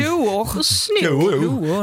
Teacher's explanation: Det är nästan en triftong faktiskt, för att du hade ett U och K-O-U-O.